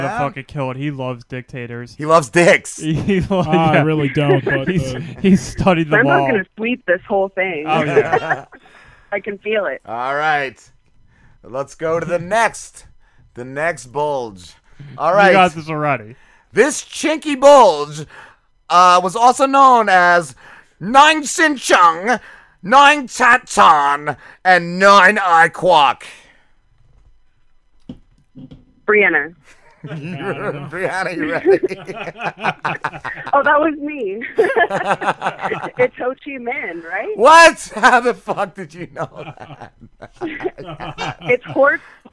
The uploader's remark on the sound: called